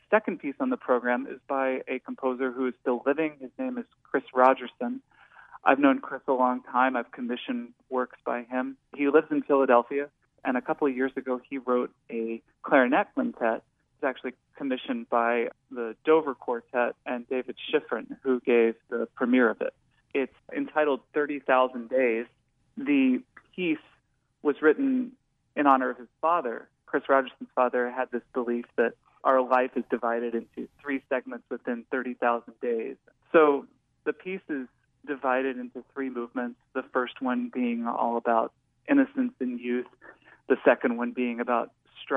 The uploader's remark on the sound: joins us by phone.